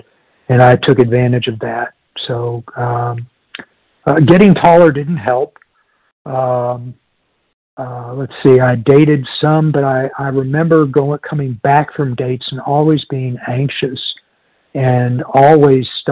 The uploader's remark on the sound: from the 100 Pounders Phone Meeting, 2/21/23